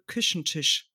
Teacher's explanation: da gibt es gar keine Unterscheidung zwischen dem Ich-Laut und dem Sch, also dem SCH.